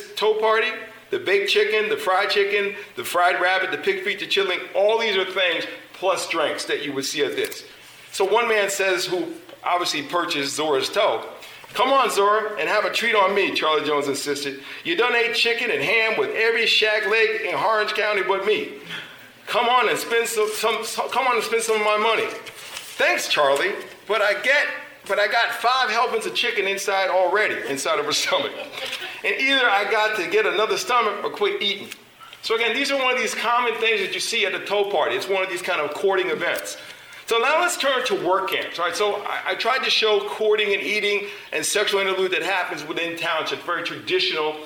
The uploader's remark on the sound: Recording of a lecture. Did at Harvard University.